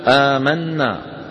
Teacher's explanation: إذا دخلت نا التي هي ضمير الفاعلين على فعل ماض آخره نون فإننا ندغم النون في النون وجوبا